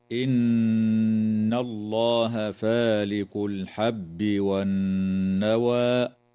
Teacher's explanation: تغن النون المشددة في كلمة إن وفي كلمة والنوى بمقدار حركتين، وتفخم اللام في اسم الله لوقوعها بعد فتحة، ويجوز الوقف على كلمة والنوى من قبيل الوقف الحسن.